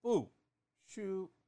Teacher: bu shu, that's fourth tone and first tone.